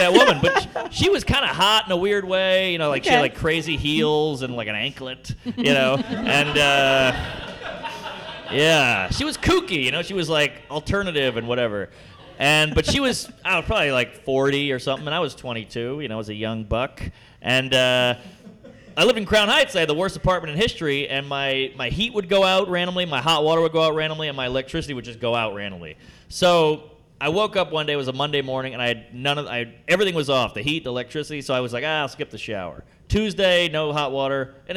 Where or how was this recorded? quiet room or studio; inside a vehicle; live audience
live audience